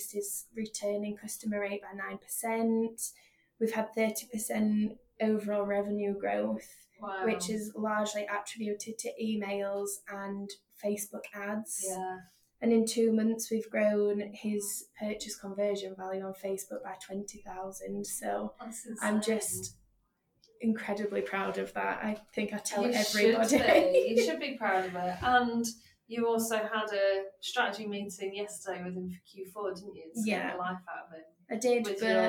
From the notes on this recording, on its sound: This was recorded on the fly so apologies for the slight sound quality issue!